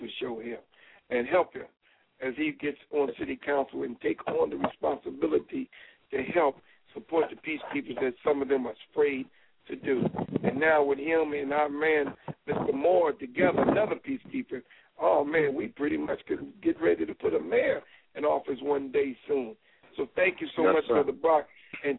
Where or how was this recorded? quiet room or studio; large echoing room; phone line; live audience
phone line